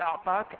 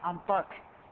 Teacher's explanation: فيقولون في أعطاك أنطاك بقلب العين نونة · Shown in: second take · Term: لغة الاستنطاء